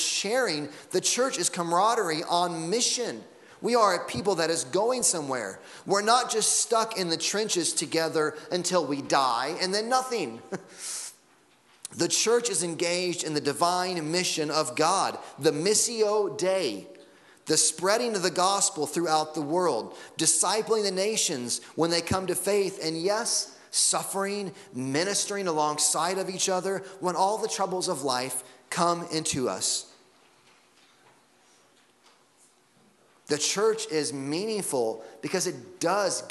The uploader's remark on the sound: Sunday Morning Sermon Audio.